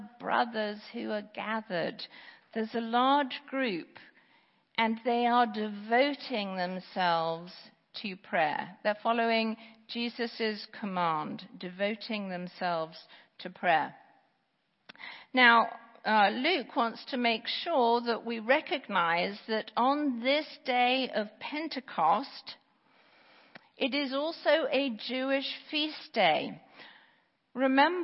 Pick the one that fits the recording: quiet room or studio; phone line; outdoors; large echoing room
large echoing room